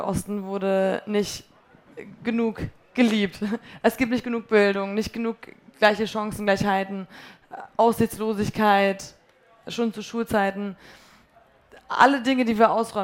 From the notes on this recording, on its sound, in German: Wir haben uns nämlich kurz nach ihrem Auftritt für diese Folge getroffen – das war quasi ihre Zugabe, auch live vor Publikum.